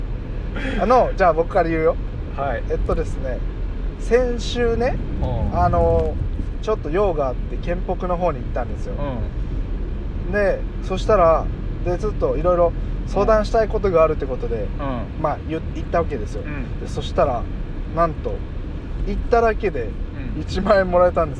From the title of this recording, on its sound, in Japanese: ドライブで、無駄なはなし